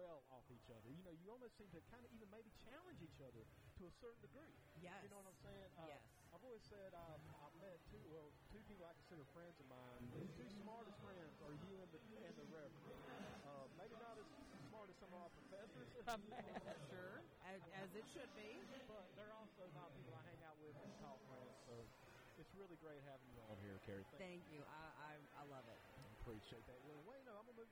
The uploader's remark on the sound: Live From The Be A Hero Comic Con 2019